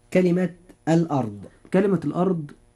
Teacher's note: الراء فيها مفخمة لأنها ساكنة وما قبلها مفتوح.